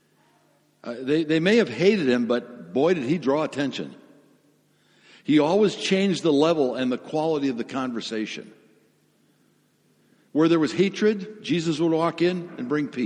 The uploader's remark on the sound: Sermon audio from FIBC Copenhagen.